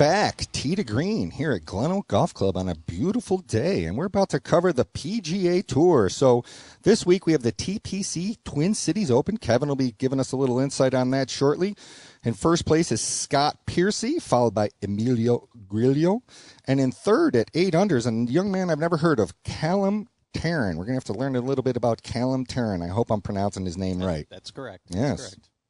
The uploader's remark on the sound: Tee 2 Green live from Glen Oak Golf Cub